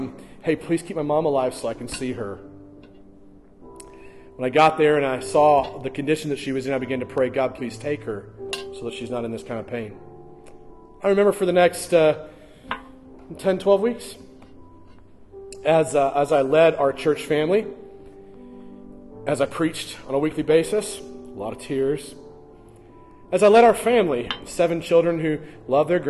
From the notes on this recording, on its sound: during the morning gathering at First Baptist Church in Hastings, NE